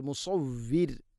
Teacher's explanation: അൽ ബാരിഉൽ മുസവ്വിർ, മുസ സ്വാദ് ഇസ്തിഇല എൻ്റെ അക്ഷരമാണ്. സ്വരഭാരത്തിൽ ഉച്ചരിക്കണം. നാവിൻ്റെ മധ്യഭാഗം അണ്ണാക്കിലേക്ക് ഉയർന്ന് നിൽക്കണം.